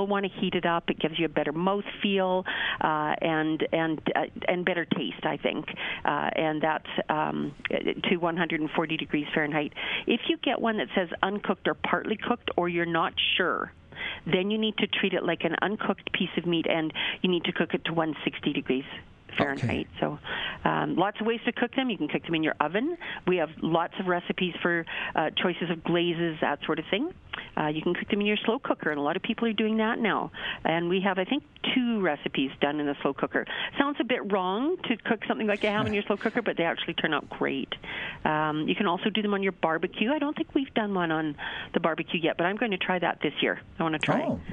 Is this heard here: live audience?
no